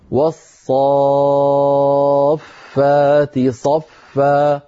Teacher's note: هذا المد يا أخي اسمه كما مر معنا في المدود مد لازم كلمي مثقل بمقدار 6 حركات